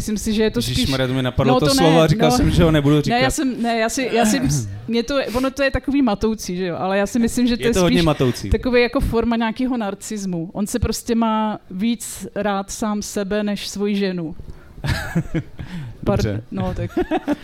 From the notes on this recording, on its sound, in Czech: Speciální festivalový díl TL;DR jste mohli slyšet živě na festivalu Beseda u Bigbítu v Tasově, kde byl jedním z účinkujících – pokud jste neměli to štěstí, záznam už je tady.